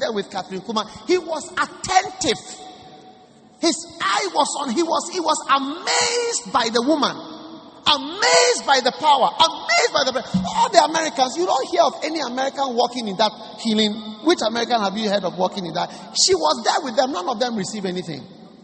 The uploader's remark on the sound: Preached at the First Love Center, Accra.